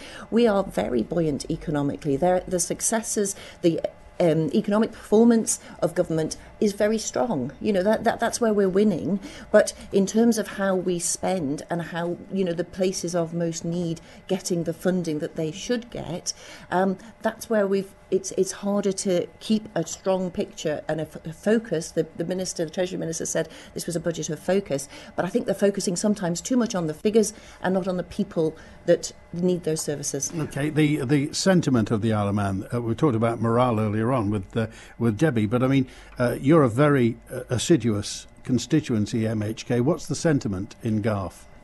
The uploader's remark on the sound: The annual Baker Tilly Isle of Man Budget Programme live from the Millennium Room at Legislative Buildings.